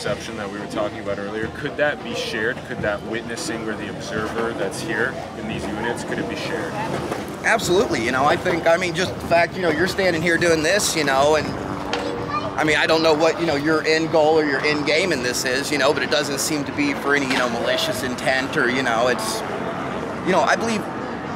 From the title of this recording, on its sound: Street Interviews - LA Boardwalk